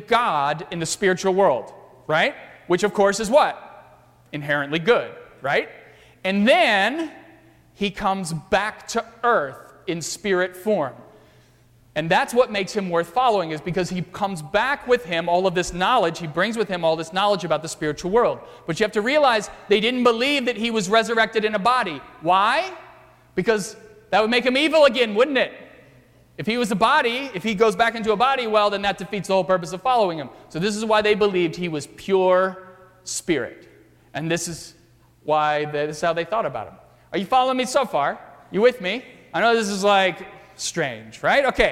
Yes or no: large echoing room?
yes